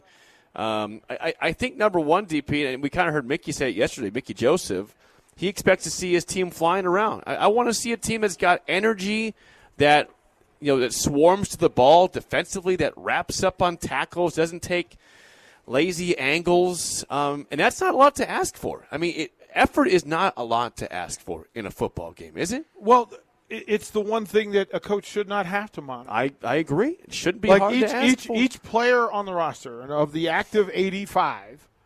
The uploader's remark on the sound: Nebraska Football Talk Live from Barry's.